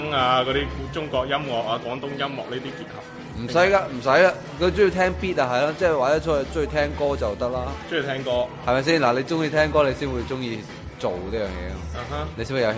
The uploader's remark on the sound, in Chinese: 很多杂音